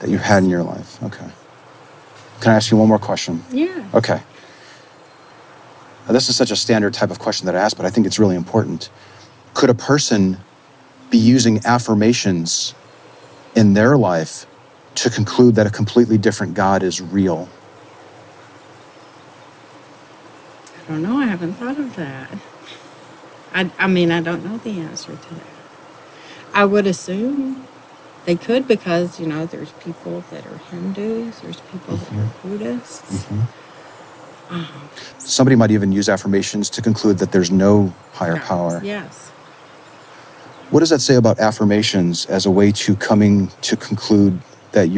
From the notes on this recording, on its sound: Location: San Antonio, Texas. Recorded w/Go-Pro.